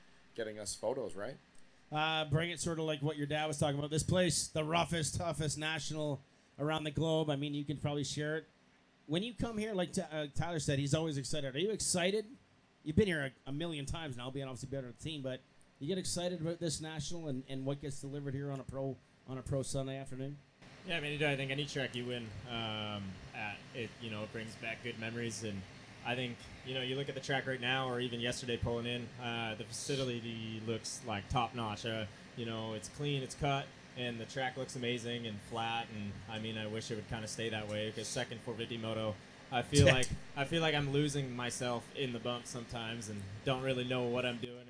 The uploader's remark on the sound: Live From Gopher Dunes. Go live (live to tape, anyways) from the GDR rig.